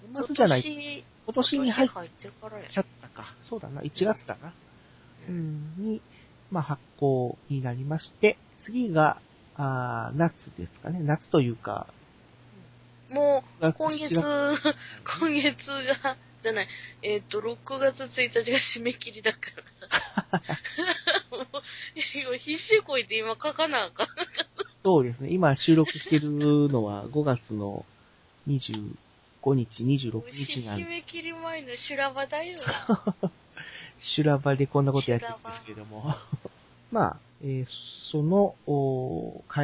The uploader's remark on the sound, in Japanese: 今回は、収録した音声を編集し、仮BGMを付けるという作業をしてみました。もう少し音質を上げたかったんですが、Seesaaブログは最大２５Mまでしかデータをアップ出来ないみたいで、結局音質を落とさざるを得ませんでした。